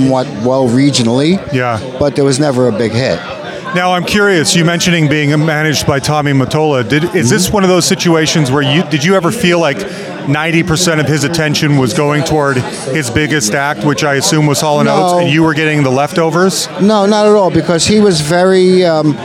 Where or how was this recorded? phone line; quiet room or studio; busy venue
busy venue